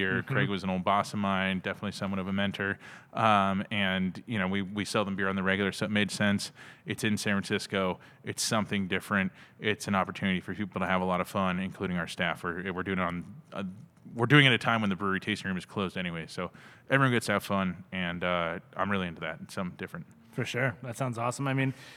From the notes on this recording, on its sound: We recorded this episode at CellarMaker Brewing